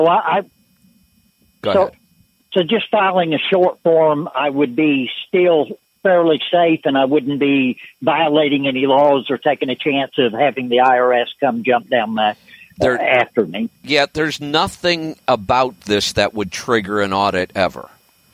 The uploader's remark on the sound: Call in Question and Answer Show